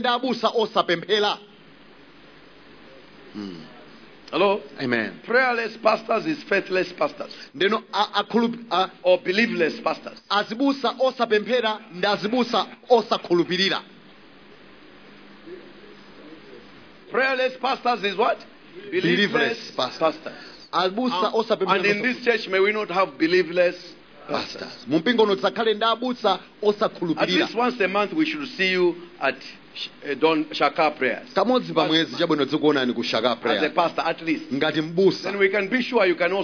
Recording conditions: large echoing room